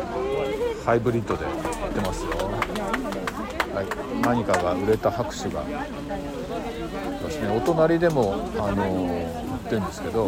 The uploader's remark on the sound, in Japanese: 石山朝市に出店！現場よりお送りします。